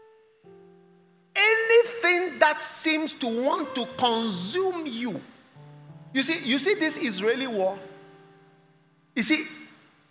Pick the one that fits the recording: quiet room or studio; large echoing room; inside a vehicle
large echoing room